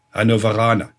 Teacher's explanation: Und bei Hannoveraner liegt der Ton auf dem A